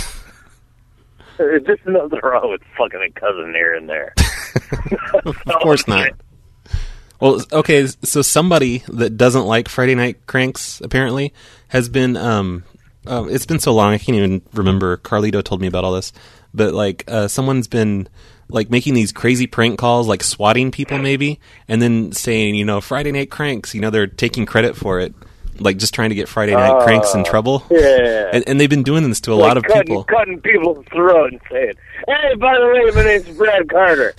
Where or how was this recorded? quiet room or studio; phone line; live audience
phone line